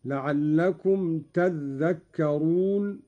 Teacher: قوله تعالى: لعلكم تذكرون، قرأ قالون بتشديد الذال هكذا: لعلكم تذكرون، على إبدال التاء ذالا وإدغامها في الذال